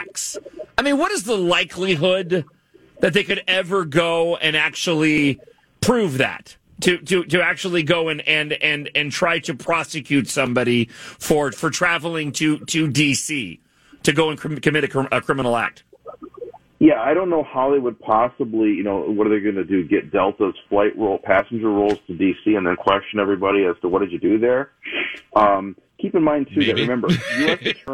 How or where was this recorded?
phone line